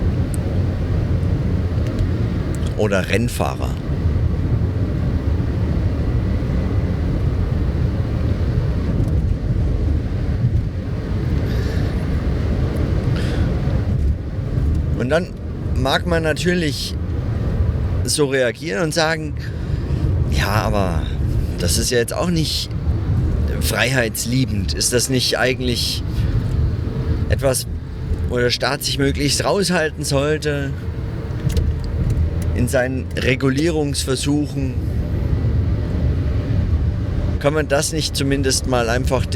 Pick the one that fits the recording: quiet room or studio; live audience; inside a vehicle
inside a vehicle